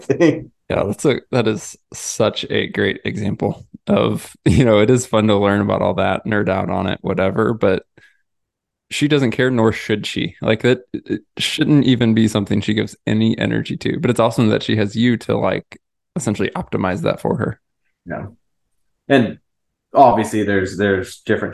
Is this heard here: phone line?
no